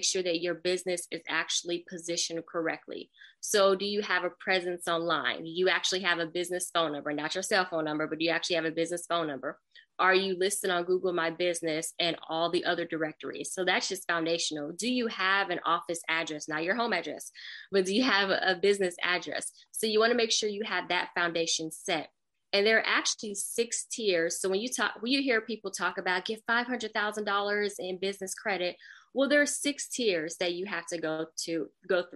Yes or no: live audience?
no